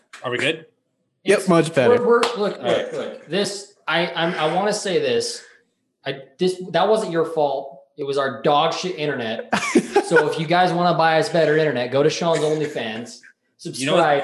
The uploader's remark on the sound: Apologies for the technical issues causing a slight audio issue.